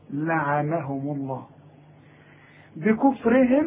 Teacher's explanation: لعنهم الميم مضموم، ما دام الميم مضمومة لفظ الجلالة يفخم